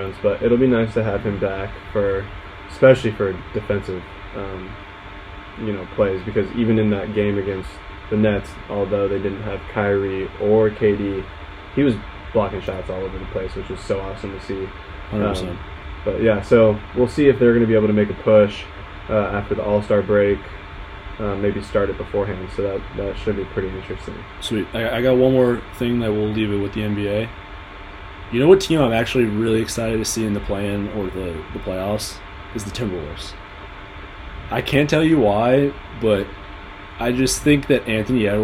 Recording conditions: background noise